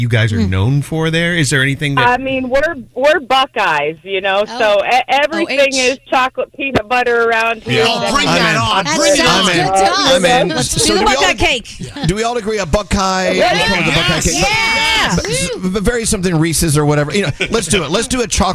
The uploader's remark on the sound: From Ohio called.